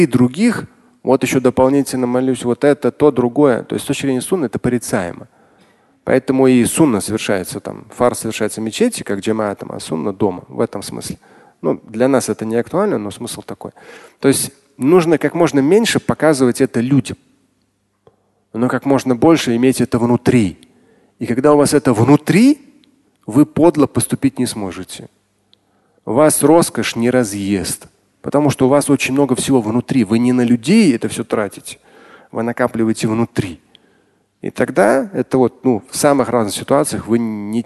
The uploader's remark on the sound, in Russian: Вопросы из зала